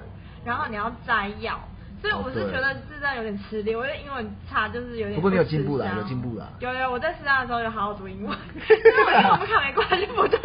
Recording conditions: background noise